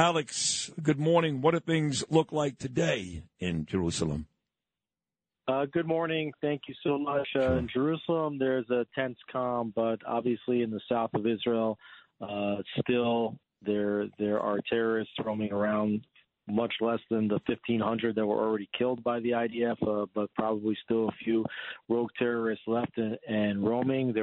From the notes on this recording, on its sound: calls in to give another live update from Jerusalem